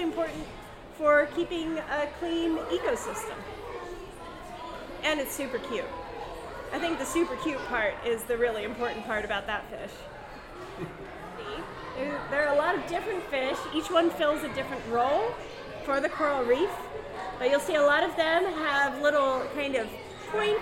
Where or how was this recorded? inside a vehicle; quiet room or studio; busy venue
busy venue